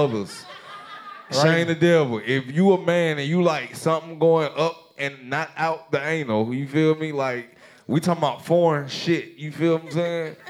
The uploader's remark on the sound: Went LIVE in Atlanta! Hosted their first ever live show in front of a studio audience. We let the fans in the audience ask their fan mail questions LIVE.